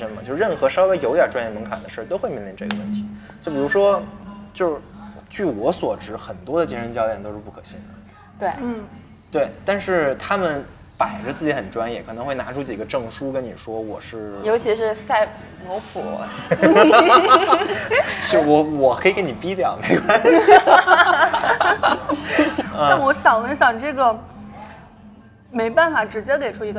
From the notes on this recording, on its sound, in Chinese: 是我和两个朋友一起在咖啡馆聊天的部分录音剪辑